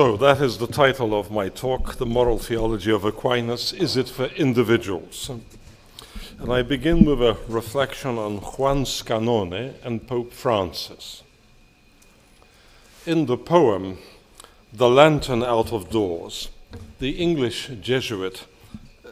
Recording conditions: large echoing room